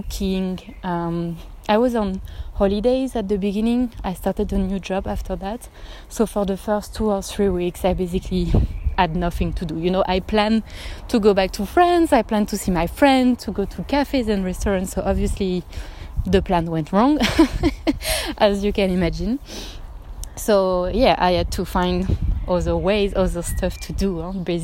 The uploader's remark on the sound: I decided to have a spontaneous walk and record in the street